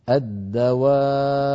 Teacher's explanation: عند الوقف عليها فالباء مشددة مقلقلة الألف ساكنة والباء ساكنة مقلقلة